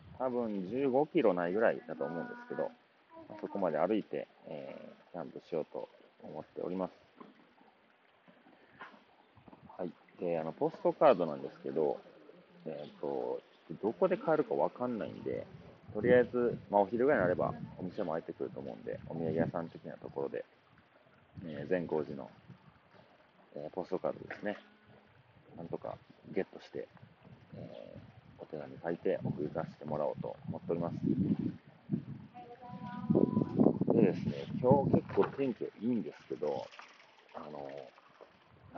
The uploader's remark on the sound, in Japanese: あまとみトレイル vol.1。現地からの配信ということで、少しお聞き苦しい点もあるかと思いますが、トレイルの上から生の声をお届けできればと思います。